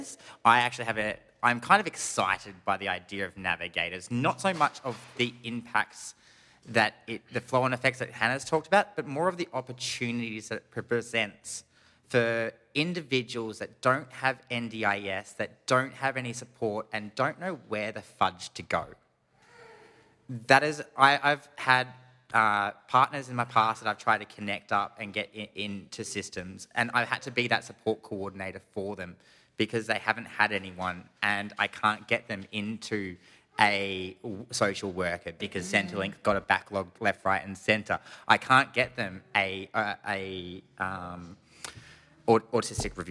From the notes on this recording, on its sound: Recorded in front of a wonderful audience in Forest Lake QLD.